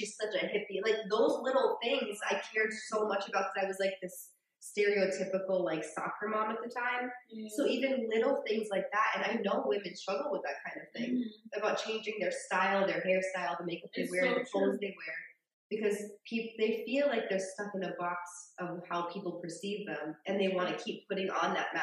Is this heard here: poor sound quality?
yes